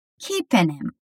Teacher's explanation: A gente basicamente tira o H de him e junta as duas palavras. Fica keeping him. · Term: linking sound